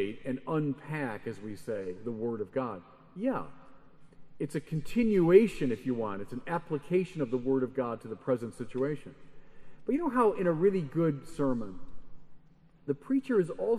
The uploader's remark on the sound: Keynote address at Adoremus. The Adoremus Eucharistic Congress and Pilgrimage in Liverpool.